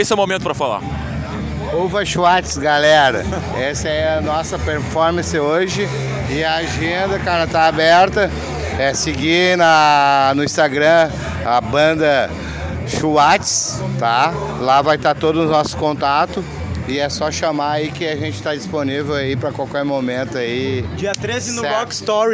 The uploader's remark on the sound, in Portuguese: mostra os bastidores do 2° Festival Nós Na Fita de Música Independente, realizado no último sábado (1) no Caos Bar, em Porto Alegre/RS